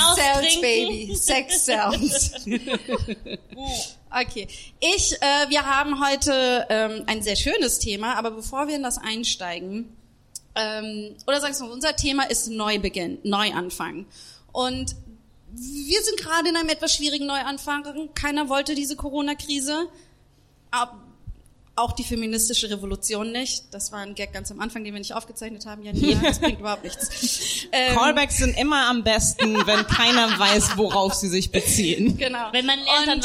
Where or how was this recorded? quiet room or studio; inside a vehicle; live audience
live audience